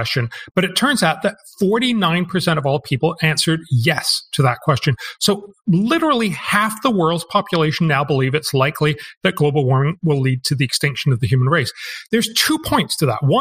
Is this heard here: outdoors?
no